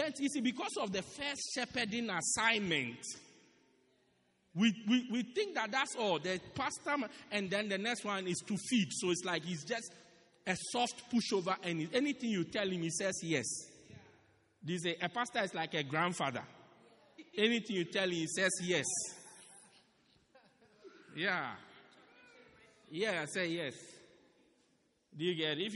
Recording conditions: large echoing room